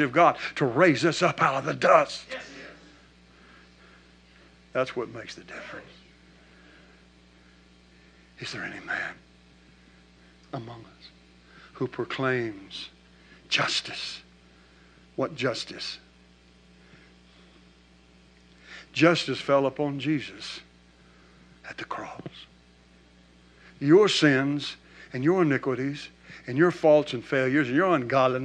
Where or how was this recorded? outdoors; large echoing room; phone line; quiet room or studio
large echoing room